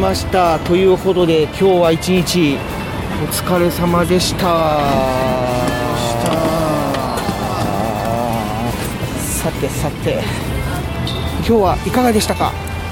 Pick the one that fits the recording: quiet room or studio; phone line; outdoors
outdoors